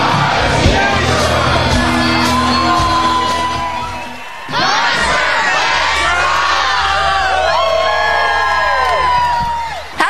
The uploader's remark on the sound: Nashville, TN – Mercy Lounge. Made their long awaited return to Nashville, TN to play The Mercy Lounge. Before the band’s sound check. For a short interview. One side of the stage. Ready with his mic to record any special live audio clips for the podcast (and there were several).